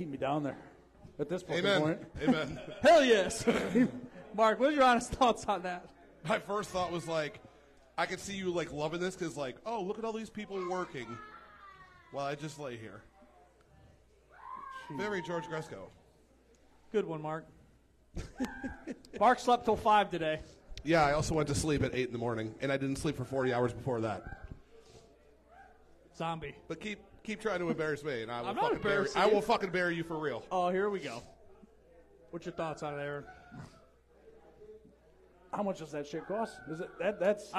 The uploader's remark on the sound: Halloween Party LIVE from Garage Bar!